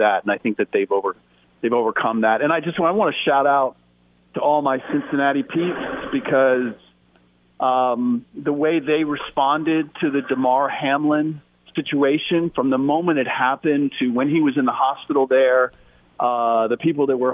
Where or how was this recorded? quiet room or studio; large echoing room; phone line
phone line